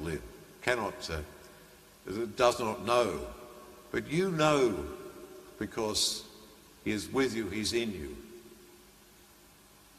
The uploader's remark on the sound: The homily from Sacred Heart Cathedral, Hamilton